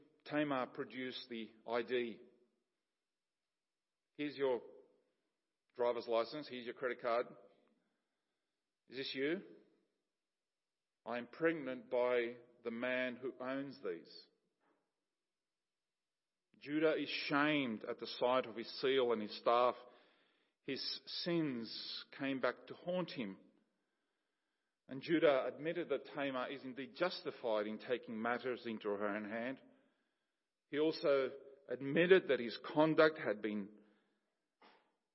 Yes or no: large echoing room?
yes